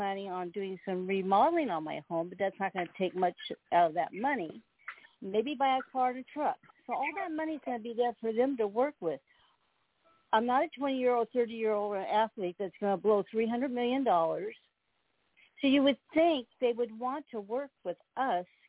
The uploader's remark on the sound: TNTSuperfantastic Conference Call.